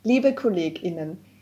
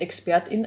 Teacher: some glottal stops in the nouns before the in endings